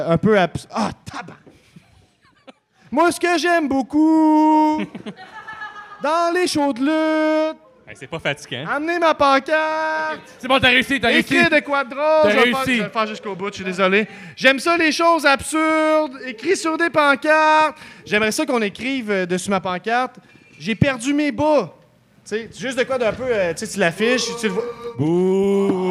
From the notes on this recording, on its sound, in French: 158 - CJDLL Live au Festipod. CJDLL est live au Festipod, le plus gros festival de podcasts au Québec, pour la deuxième année consécutive et cette fois, devant un public en feu !